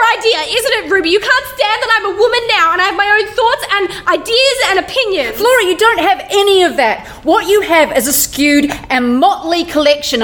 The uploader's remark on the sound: This 2018 Christmas special was recorded in front of a live audience.